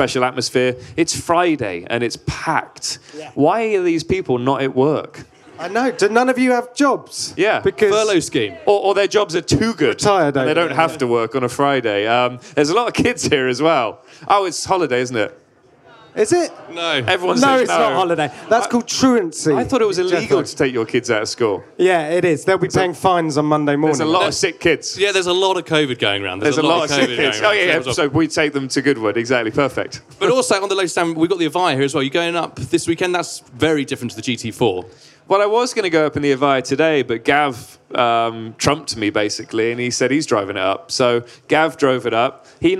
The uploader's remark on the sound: For this year’s Goodwood Festival of Speed, we took our microphones with us. This one was recorded in front of a live audience on Lotus’ Goodwood stand.